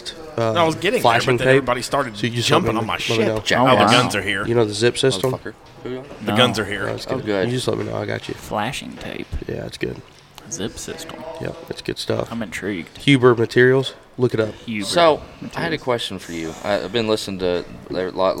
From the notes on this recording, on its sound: This week the boys are recording from the showroom in Danville, right before the start of the Wilderness Trail Ducks Unlimited Banquet.